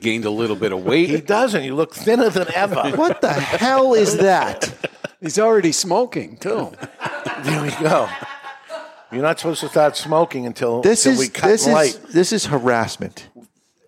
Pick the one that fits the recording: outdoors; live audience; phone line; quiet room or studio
live audience